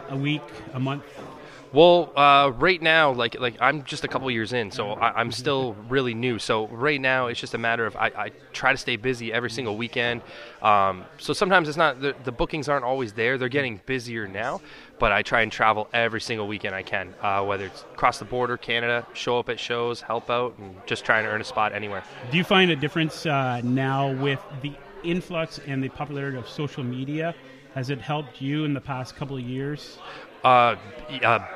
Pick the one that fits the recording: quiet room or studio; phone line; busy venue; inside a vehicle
busy venue